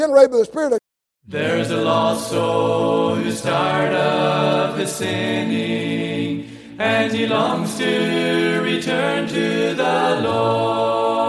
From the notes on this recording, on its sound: While he was in revival service at Calvary Baptist Church of Kingston, Tennessee.